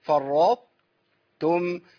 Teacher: والاطباق في الطاء لسه موجوده. فرط، وبعدين ابتدي اخش على التاء. · عندي إضغام بس إضغام ناقص